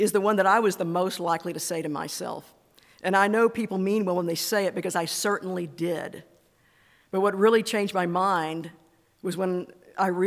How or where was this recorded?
large echoing room